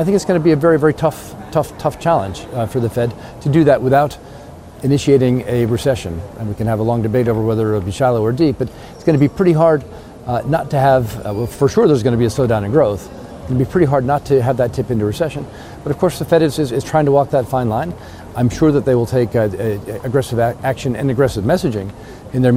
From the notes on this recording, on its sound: We are live at Web Summit in Lisbon.